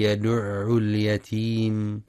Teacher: وينتبه القارئ لبيان تشديد العين مع الضم في كلمة يدعو